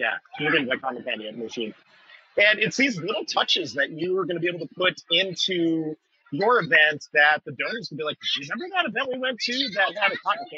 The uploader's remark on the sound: LIVE from THE EVENT EXPO 2023! As we take you on a live stroll through the buzzing halls of THE EVENT EXPO 2023.